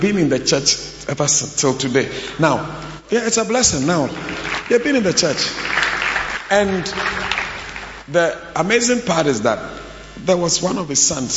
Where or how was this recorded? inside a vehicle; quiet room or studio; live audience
live audience